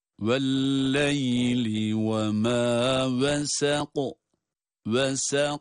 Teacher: Kaftan önceki sin ince. Bu inceden kalına geçişi çok iyi ayarlamamız lazım.